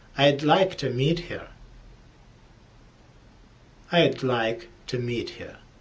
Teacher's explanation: В беглой речи от would остается один звук d.